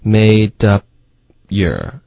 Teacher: made up 的 up 的这个停顿呢，嘴唇要合并在一起。我们省略了 p 的这个音，嗯，所以嘴唇要合并在一起，可是只是不要 p 爆破。Made up your 这样导致一个干脆的停顿，嗯，这不能说 made up your da your 跟 dub your 的这个区别是对外国人来说呢，就是一个是能听懂的，一个是完全听不懂的。对了，嗯，江水燕。 · OK, made up 的 up 的这个停顿呢，嘴唇要合并在一起。我们省略了 p 的这个音，嗯，所以嘴唇要合并在一起，可是只是不要 p 爆破